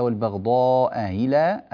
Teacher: في قوله تعالى والبغضاء أهلا، الهمزة الأولى محققة والهمزة الثانية مسهلة